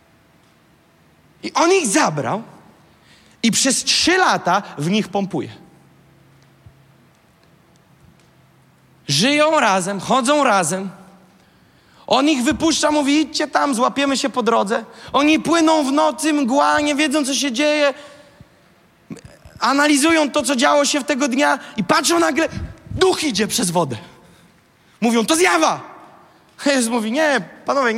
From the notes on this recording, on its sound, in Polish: fragment kazania, które zostało nagrane podczas nabożeństwa NOF Church 5